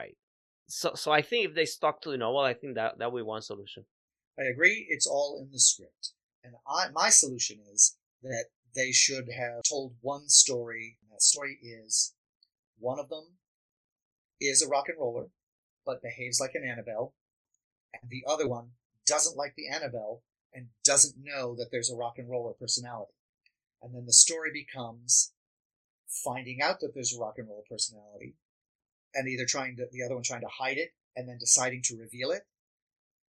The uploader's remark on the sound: We apologize for the audio issues. This will be the last episode we record using CleanFeed.